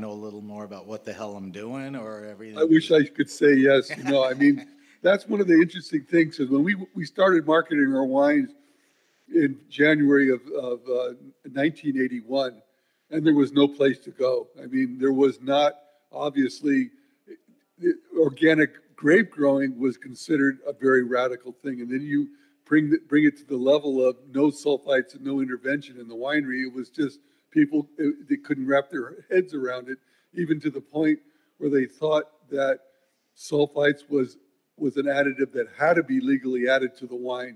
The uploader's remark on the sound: This episode of HRN On Tour comes to you live from Raw Wine 2023 in East Williamsburg, Brooklyn. This episode of HRN On Tour comes to you live from Raw Wine 2023 in East Williamsburg, Brooklyn. Taking place at 99 Scott , this ‘Speakers’ Corner’ event. The audience tastes his 1980 vintage.